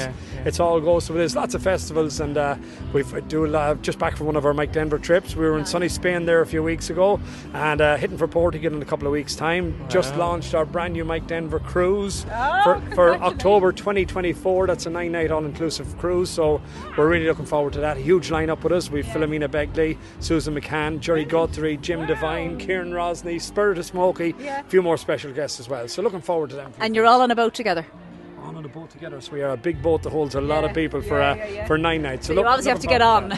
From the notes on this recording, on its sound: live from the Recent Tulla Music Festival